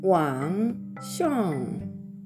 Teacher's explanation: 舌が口の中のどこにもついていない状態の、うんという音になります。鼻に抜ける、ちょっと鼻にね、抜けるような音になります · Term: NG の発音